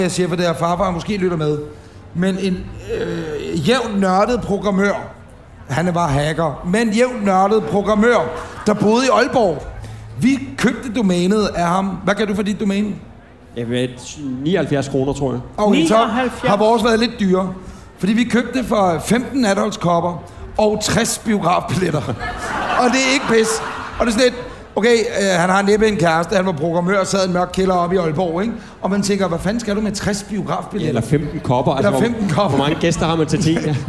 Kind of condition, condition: setting, live audience